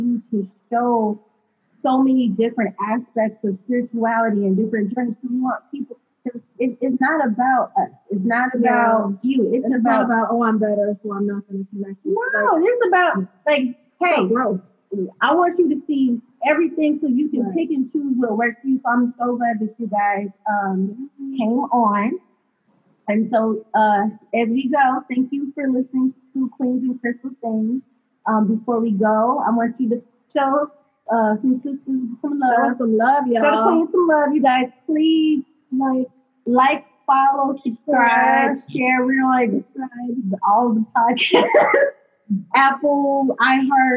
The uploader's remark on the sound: If the audio isn't up to par